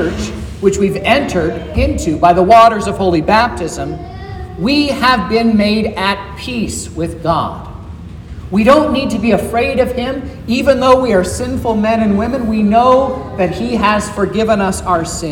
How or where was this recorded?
large echoing room